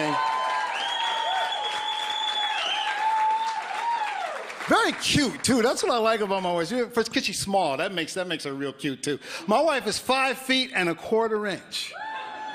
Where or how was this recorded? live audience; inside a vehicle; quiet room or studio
live audience